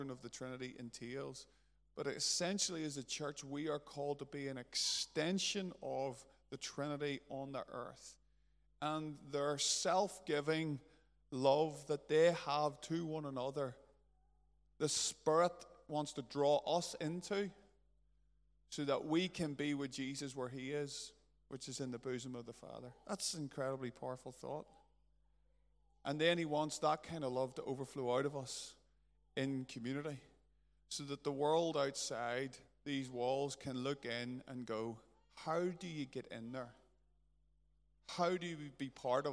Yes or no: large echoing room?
yes